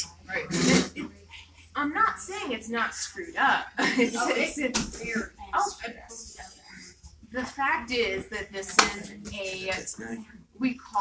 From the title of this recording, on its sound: Live from our Halloween Party